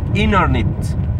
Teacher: العامية الامريكية بيقولوا عليها حاجة غريبة جدا، بيلغوا التي، بيقولوا internet، لكن اللغة الانجليزية بتقول internet، بيخفي الراء شوية.